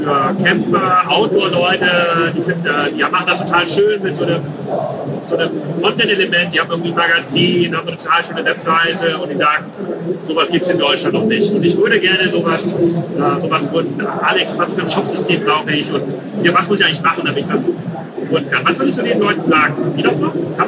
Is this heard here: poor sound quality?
yes